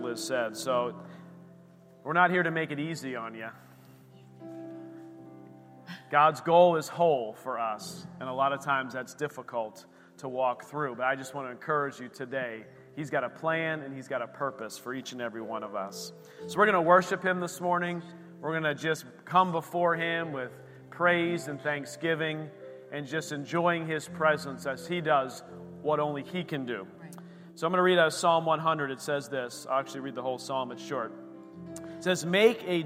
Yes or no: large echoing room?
yes